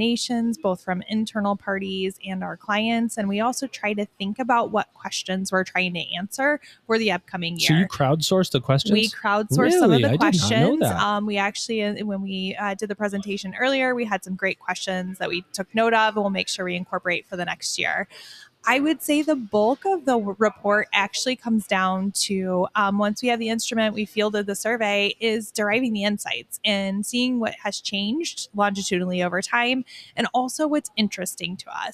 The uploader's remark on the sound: LIVE from InsightsEDU 2024. Recorded LIVE & in person from the InsightsEDU 2024 conference in Phoenix, AZ.